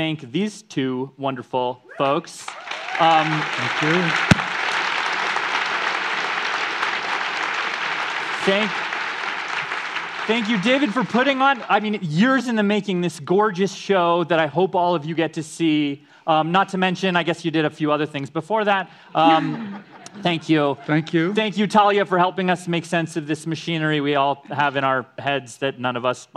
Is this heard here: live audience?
yes